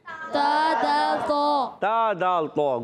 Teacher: زبان کا سرا جب اوپر کے دانتوں کی جڑوں سے لگتا ہے تو تا دال تو ادا ہوتا ہے